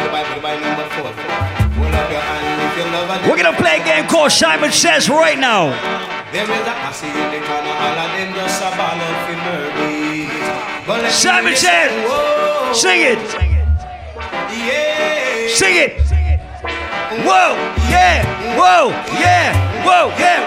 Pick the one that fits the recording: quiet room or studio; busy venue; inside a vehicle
busy venue